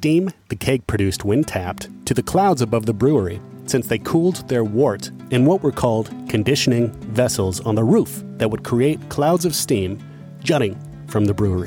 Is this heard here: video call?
no